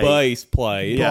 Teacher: Now we're trying to exaggerate that, and it's not about like making it twang. It's about lowering the starting vowel.